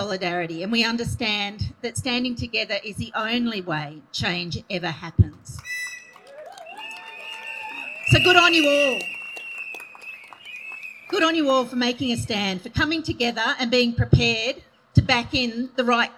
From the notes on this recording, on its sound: Hundreds rallied outside the ACT supreme court on November 13. This is the audio of most of the speeches at that rally.